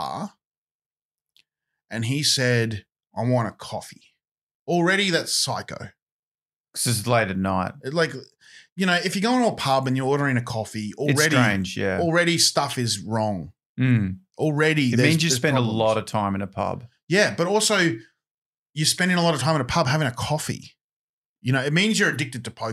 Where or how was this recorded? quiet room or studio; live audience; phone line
quiet room or studio